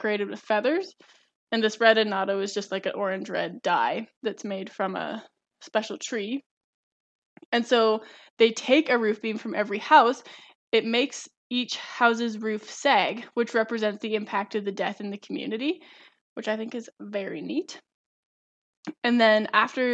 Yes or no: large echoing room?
no